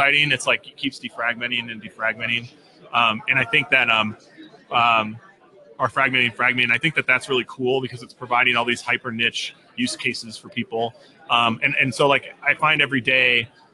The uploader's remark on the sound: Live from Infotec 2016